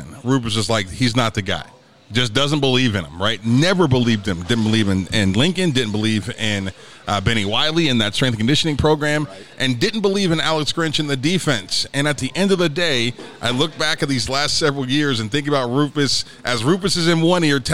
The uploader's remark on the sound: LIVE from Brent's Cajun Seafood